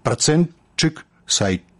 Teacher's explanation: гук «т» павінен зліцца з наступным «ш» у гук «ч». Але ж далей ідзе яшчэ адзін гук «ч», то як «працэнтчык», «сайтчык», «чик».